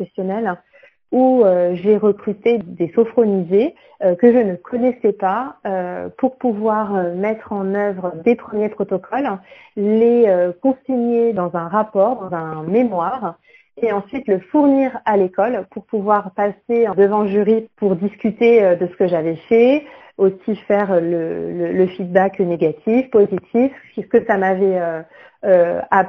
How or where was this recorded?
phone line